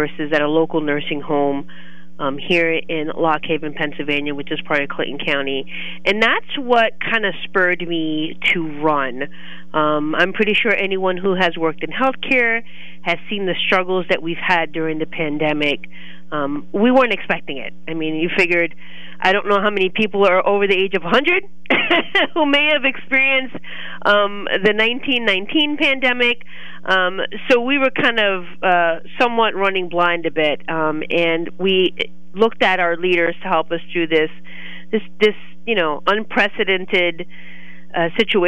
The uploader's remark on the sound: call